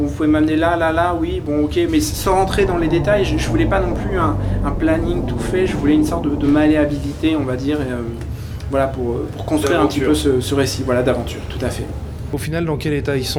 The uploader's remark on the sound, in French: un épisode Hors-Série en direct du Star's Up Festival